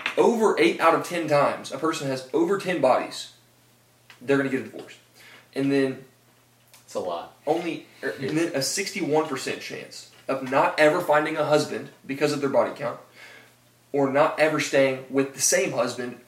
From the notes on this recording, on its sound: Microphones didn't record, so we used camera audio